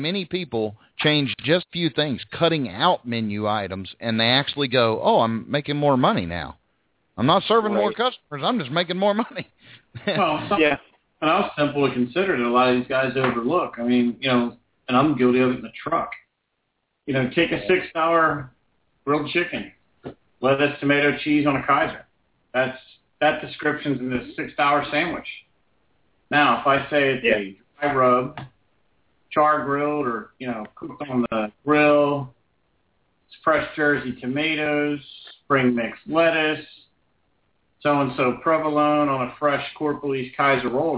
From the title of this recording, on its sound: Live Call In Show